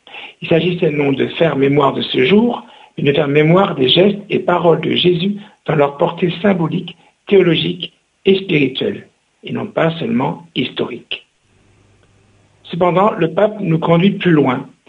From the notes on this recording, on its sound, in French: invité par téléphone